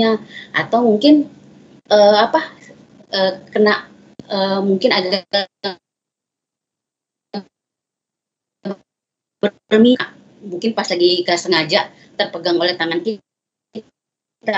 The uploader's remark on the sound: Audio : WEBINAR